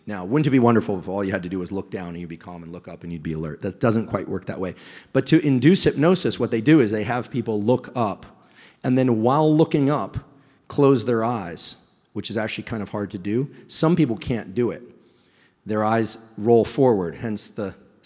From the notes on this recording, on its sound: LIVE EVENT Q&A. Recently I had the pleasure of hosting a live event in New York, NY.